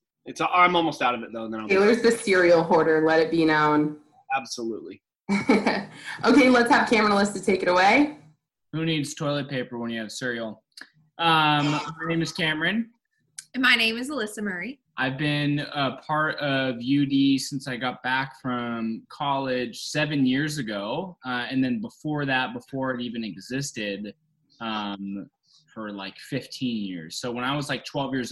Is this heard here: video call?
yes